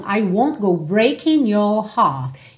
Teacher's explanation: fica muito mais fácil eu juntar esse N já no your